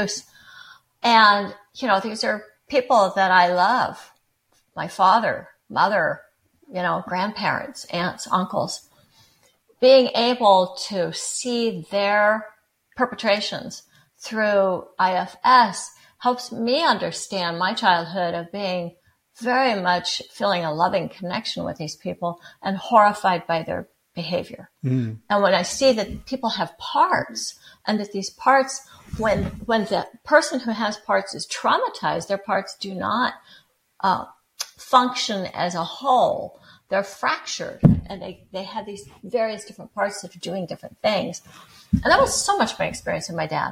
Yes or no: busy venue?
no